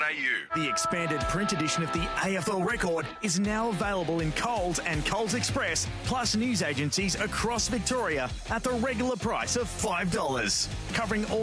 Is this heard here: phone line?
yes